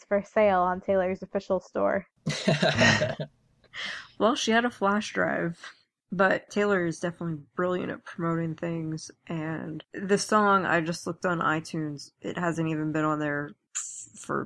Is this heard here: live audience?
no